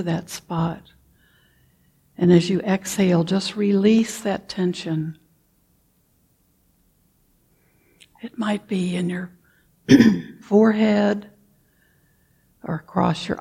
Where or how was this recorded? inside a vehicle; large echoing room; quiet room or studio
large echoing room